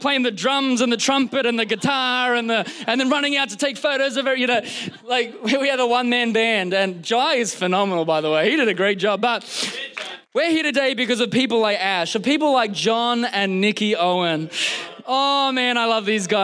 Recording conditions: large echoing room